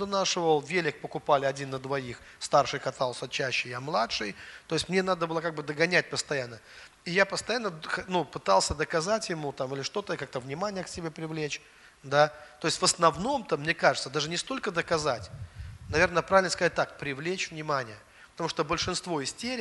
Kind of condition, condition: setting, large echoing room